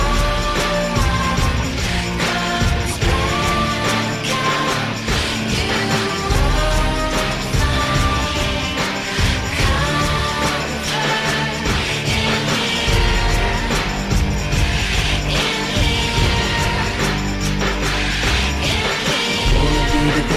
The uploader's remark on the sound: LIVE FROM THE STREETS